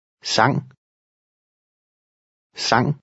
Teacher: The N-G sound is similar to English, but shorter.